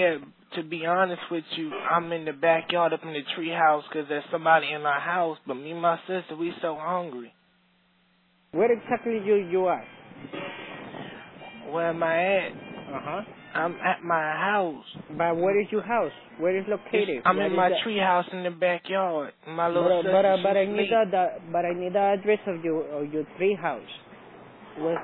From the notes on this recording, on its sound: …'s Personal Prank Phone Calls Collection.